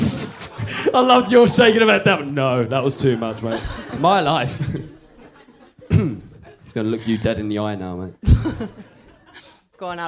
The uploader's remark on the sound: The recording of the LIVE Single Sounds show